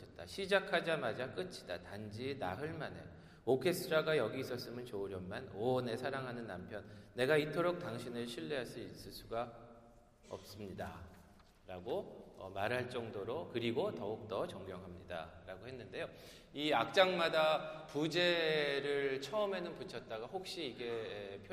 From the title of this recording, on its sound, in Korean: 토요콘서트 실황